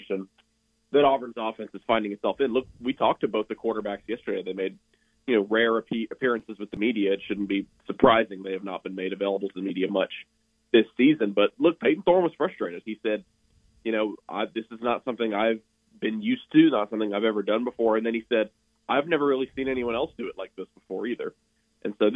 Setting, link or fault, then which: link, phone line